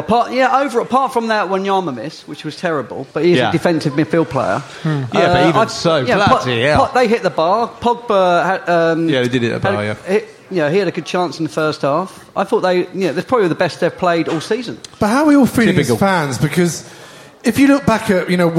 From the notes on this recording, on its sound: We bring you tonight's show live from the 100 Club on Oxford St